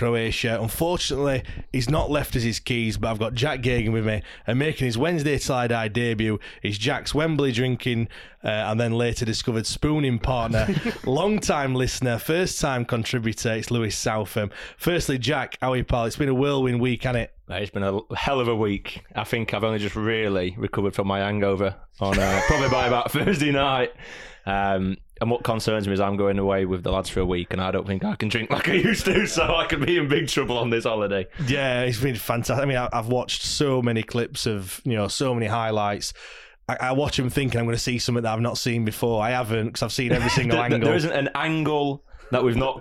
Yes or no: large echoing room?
no